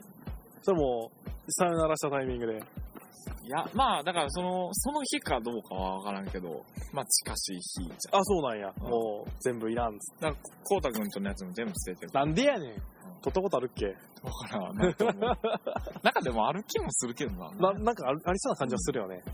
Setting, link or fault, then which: setting, outdoors